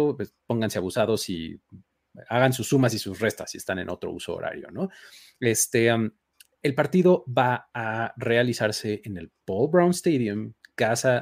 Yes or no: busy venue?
no